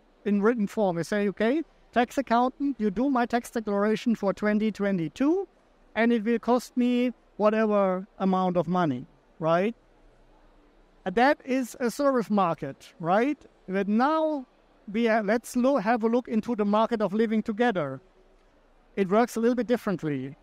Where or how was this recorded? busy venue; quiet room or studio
busy venue